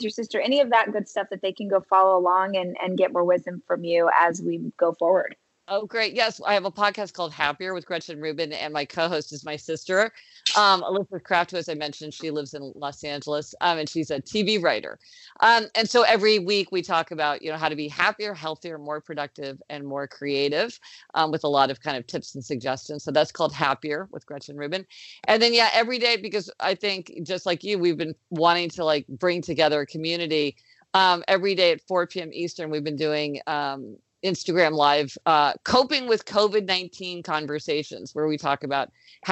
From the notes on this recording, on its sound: connected over Skype